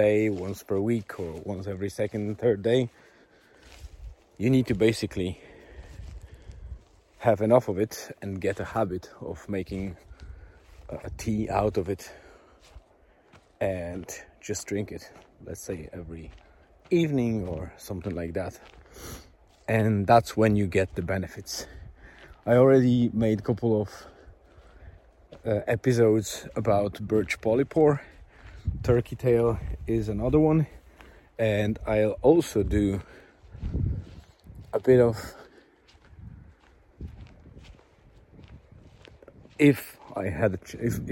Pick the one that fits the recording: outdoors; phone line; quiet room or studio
outdoors